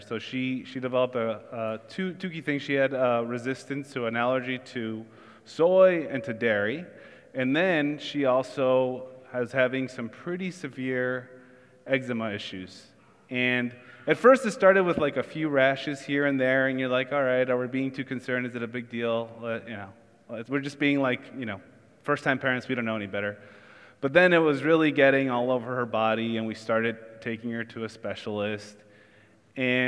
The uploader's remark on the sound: Church in the Square (Sermon Audio)